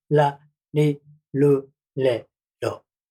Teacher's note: R の音は、舌先で弾くのではなく、上顎と舌先の間の空間をこう震わせるんだ